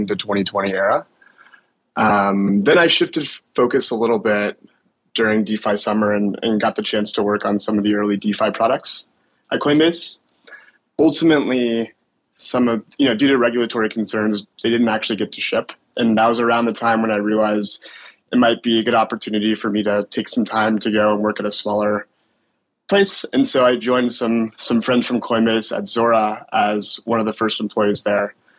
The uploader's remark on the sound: live on Twitter Spaces